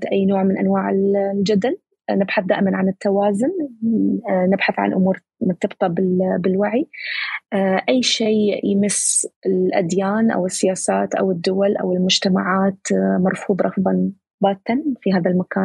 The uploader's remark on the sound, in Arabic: تسجيل لمساحة ابن رشد الأسبوعية على منصة تويتر.